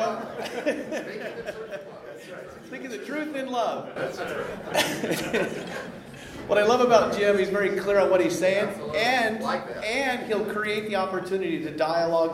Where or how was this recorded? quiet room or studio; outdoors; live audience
live audience